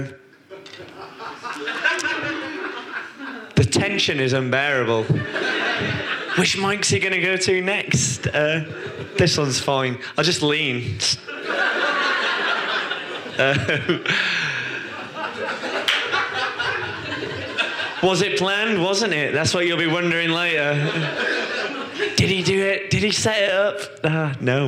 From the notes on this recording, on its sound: Podcasts recorded at our Stand Up Tragedy night that took place at The Dogstar on March 28th. SUT Brixton.